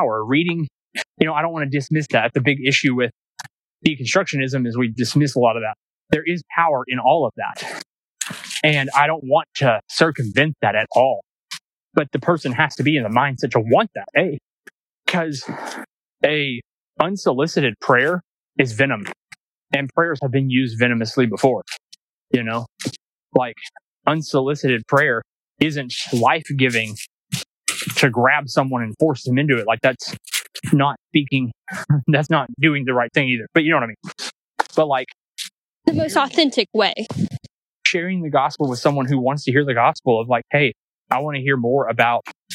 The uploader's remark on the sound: We took a walk through nature (Sorry about the crunching sounds).